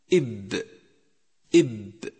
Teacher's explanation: ثانيا حرف الباء حرف شديد، أي ينحبس الصوت عند النطق به، فلا يجري الصوت عند نطق حرف الباء. إب إب.